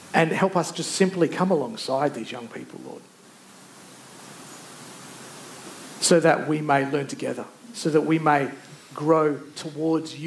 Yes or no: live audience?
yes